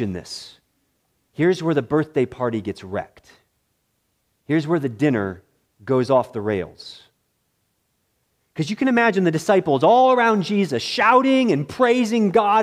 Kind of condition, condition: setting, large echoing room